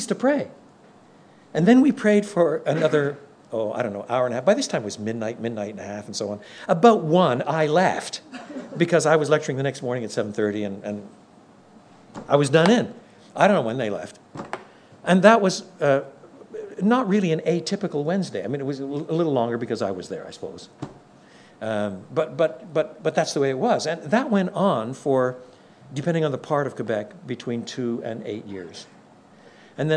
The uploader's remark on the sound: Contains the full-length address he gave to church planters at the National In The Chute conference.